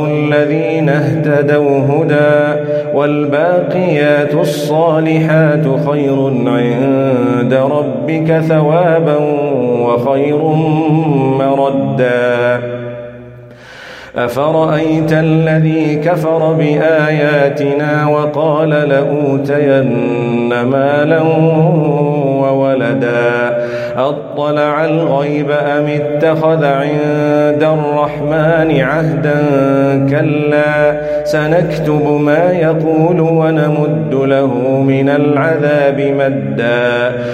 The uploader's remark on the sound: Recorded from Salatul Fajar at Masjid Al Falaah in Harare, Zimbabwe